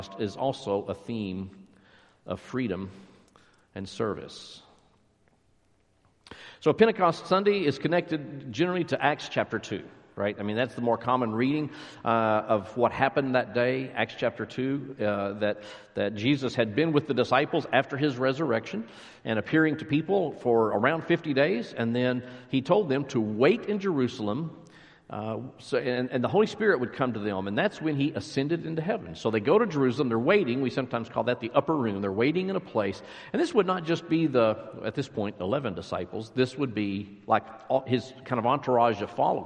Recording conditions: large echoing room